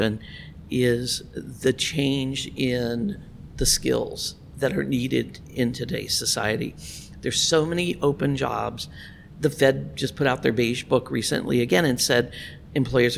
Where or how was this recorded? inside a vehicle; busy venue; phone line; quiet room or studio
busy venue